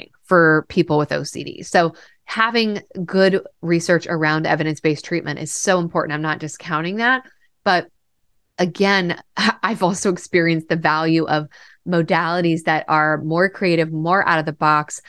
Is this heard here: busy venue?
no